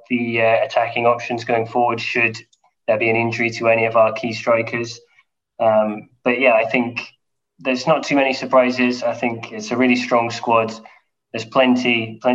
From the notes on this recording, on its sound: round the zoom call table